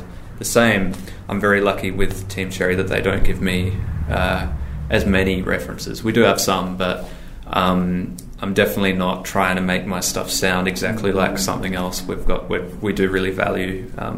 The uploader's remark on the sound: Recorded 5th October 2019 at High Score 2019